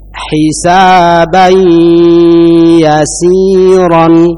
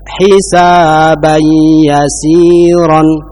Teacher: Ketika membaca ya, tolong ditahan. Ya, ditahan dengan disertai dengungan. · Shown in: first take